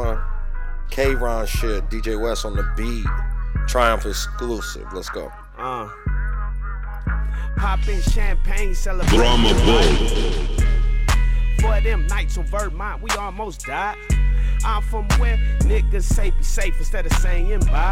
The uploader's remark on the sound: Recorded from the back of the tour bus